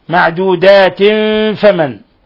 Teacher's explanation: تنوين كسر مع الفاء، الحكم التجويدي إخفاء حقيقي